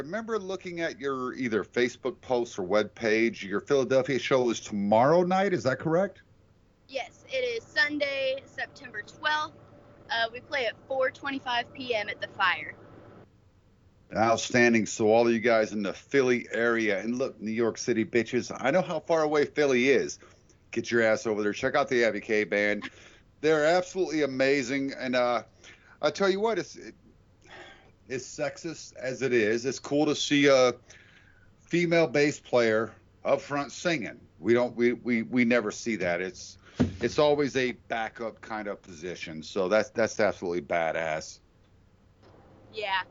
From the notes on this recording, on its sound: They took the time to talk to us while LITERALLY on the road! Meaning, they were driving to Philadelphia, PA, when we conducted this interview!